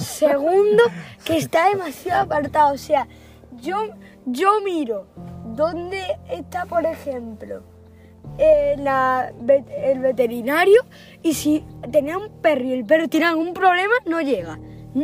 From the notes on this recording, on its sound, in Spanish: Visitamos una casa abandonada SIN SALIR del auto y grabamos nuestra reacción.